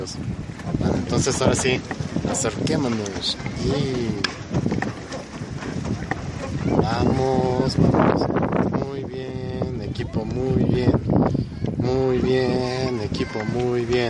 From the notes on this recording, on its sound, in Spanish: Viaje en lancha en el Parque Bicentenario de Metepec. Material audiovisual de un recorrido por el pequeño embarcadero ubicado en el Parque Bicentenario del Pueblo Mágico de Metepec, en el Estado de México.